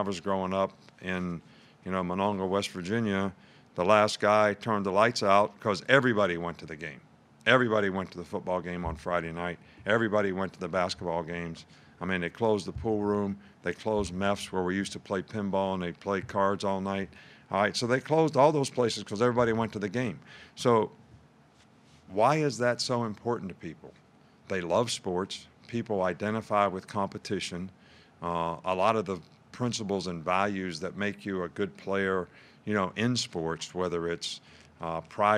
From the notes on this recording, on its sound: Press Conference from Monday August 24.